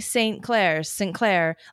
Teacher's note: Like you kind of drop the T.